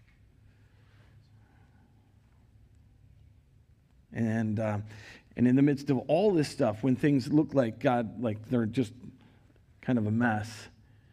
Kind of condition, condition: setting, large echoing room